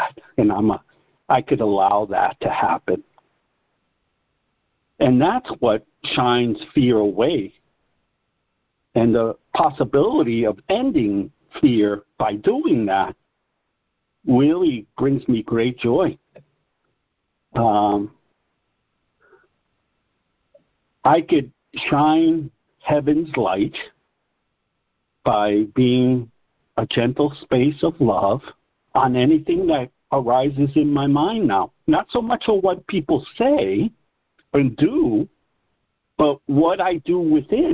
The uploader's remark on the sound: ACIM Daily Conference Call